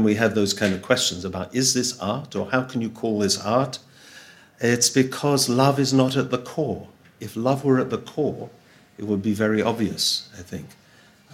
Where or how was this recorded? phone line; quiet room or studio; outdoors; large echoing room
large echoing room